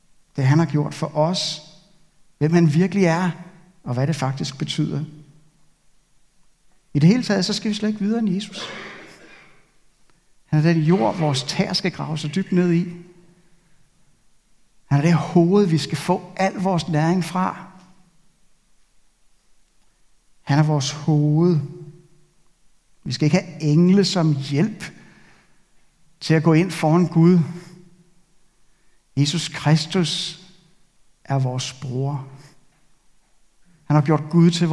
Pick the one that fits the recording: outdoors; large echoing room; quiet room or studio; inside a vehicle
large echoing room